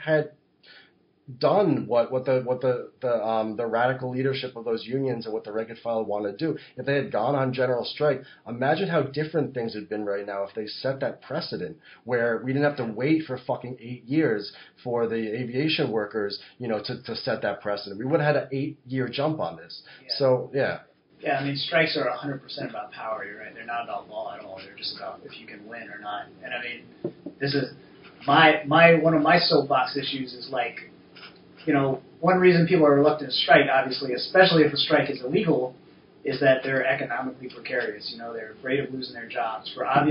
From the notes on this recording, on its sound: Folks, it finally happened: we royally fucked up the sound. Sorry again about the sound.